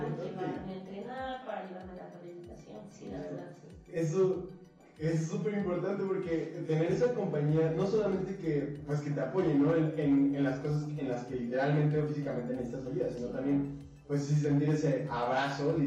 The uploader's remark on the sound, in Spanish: Por error grabamos con el micro de la pc y el audio podría ser mejor. Transmitido en vivo en 2020.